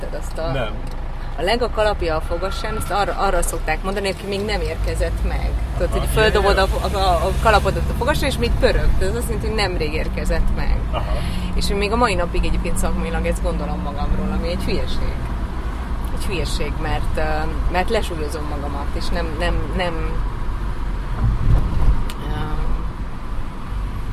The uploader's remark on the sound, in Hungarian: A felvétel egy konyhában indul, aztán kisétálunk az épületből, hosszasan baktatunk egy forgalmas út szélén, majd beszállunk egy kocsiba és azzal megyünk egy darabig, úgyhogy a hangminőség hagy kivetnivalókat maga után, de azért lehet érteni, amit mondunk.